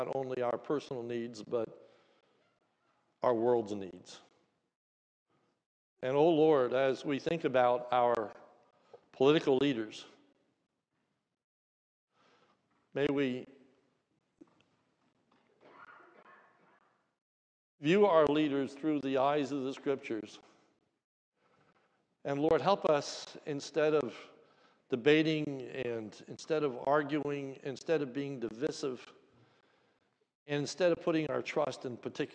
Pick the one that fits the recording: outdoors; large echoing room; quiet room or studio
large echoing room